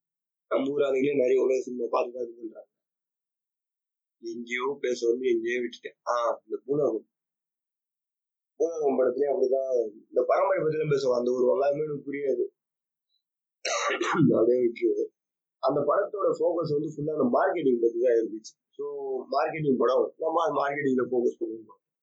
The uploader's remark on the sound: Sorry for the very very poor audio quality.